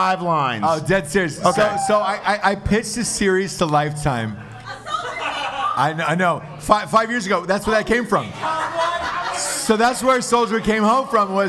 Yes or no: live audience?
yes